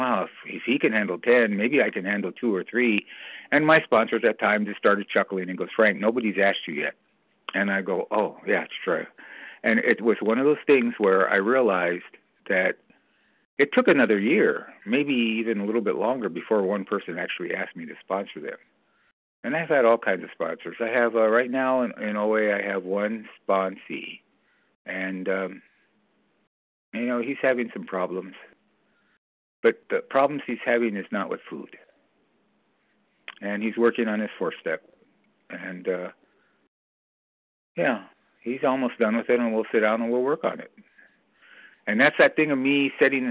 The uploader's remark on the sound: from the 100 Pounders Phone Meeting, 1/27/23